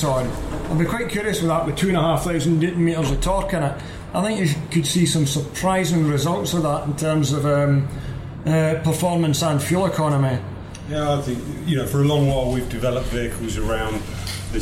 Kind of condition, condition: setting, busy venue